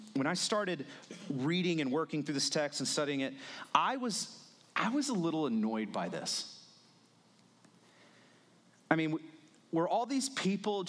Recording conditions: large echoing room